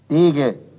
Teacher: machen wir hier aus dem gedehnten IE ein gedehntes E, sodass die Aussprache Degel allgemein üblich geworden ist.